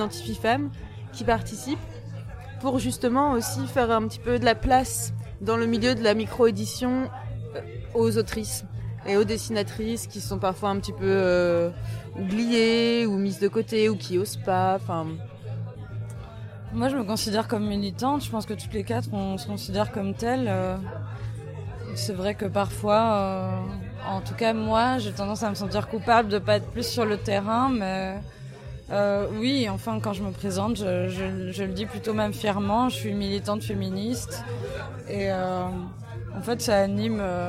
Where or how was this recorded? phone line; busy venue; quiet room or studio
busy venue